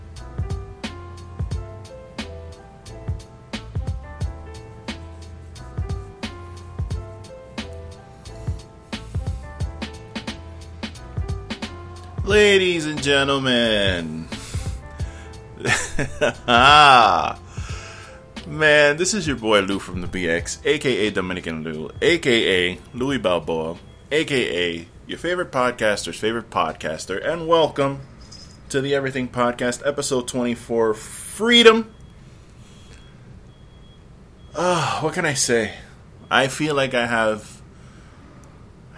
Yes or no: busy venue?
no